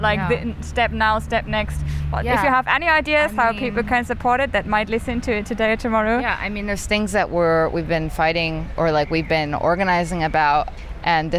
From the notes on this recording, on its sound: Recordings that were made on the 10th of June 2021, during the wildcat strike of the Gorillas Workers Collective. Visiting the solidarity rally and picket line of one of the warehouses of Gorillas in Berlin.